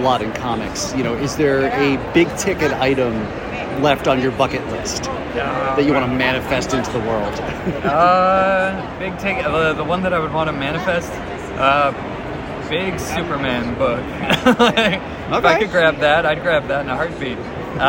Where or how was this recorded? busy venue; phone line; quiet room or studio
busy venue